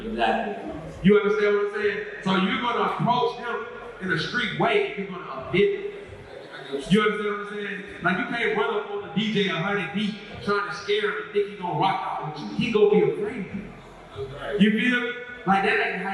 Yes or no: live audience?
yes